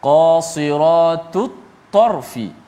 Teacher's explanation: ta dengan ta satu makhraj yang sama hujung lidah eh, di belakang gigi ataupun uh, gusi atas.